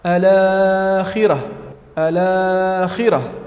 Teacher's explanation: تضعف صفة التفخيم كثيرا عند الخاء